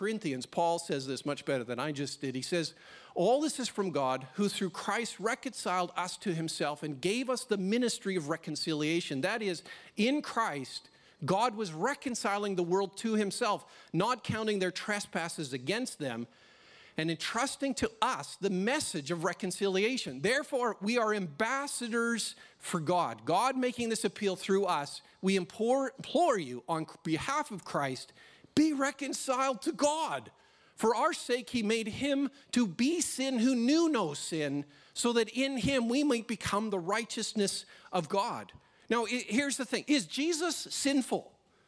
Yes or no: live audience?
yes